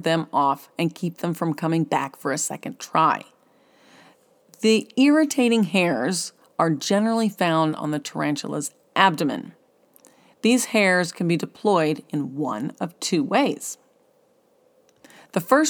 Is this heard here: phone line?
no